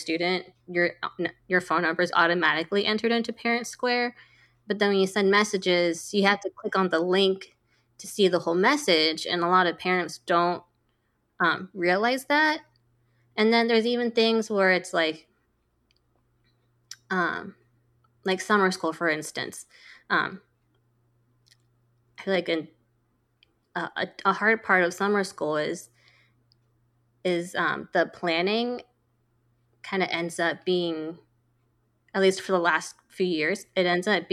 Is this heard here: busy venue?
no